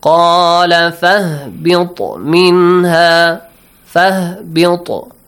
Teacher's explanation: the ta in the word fahbit must be pronounced with an echoing sound. You should turn on the echo here.